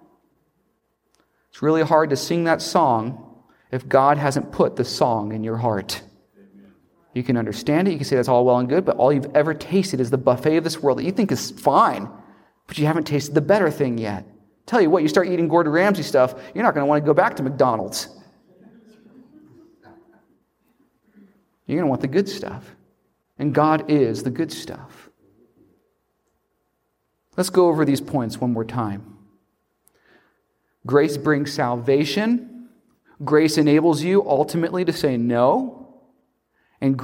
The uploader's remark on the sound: preach a revival at Fortsonia Baptist Church near Elberton, Georgia